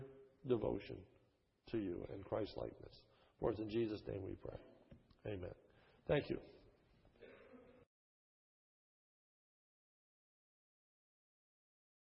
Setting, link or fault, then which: setting, large echoing room